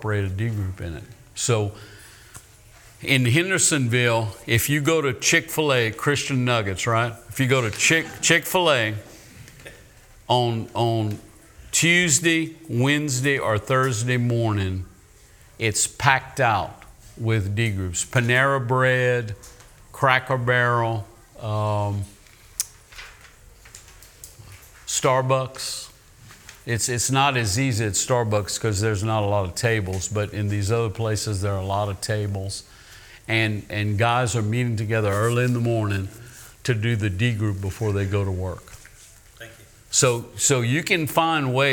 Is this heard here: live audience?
yes